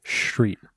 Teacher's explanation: Like there's an SH at the beginning of it.